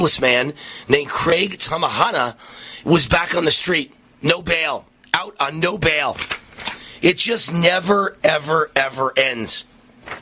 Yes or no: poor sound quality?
no